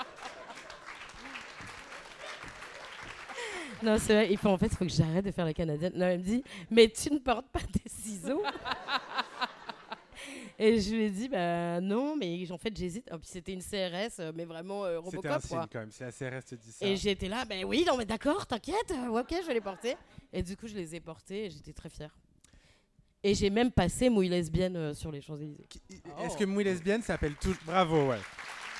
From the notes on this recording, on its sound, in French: enregistré pour la première fois Absolument Fabuleuses en public, au théâtre du Grand Point Virgule